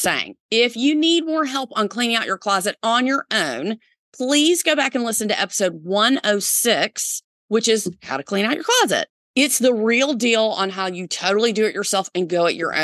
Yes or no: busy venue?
no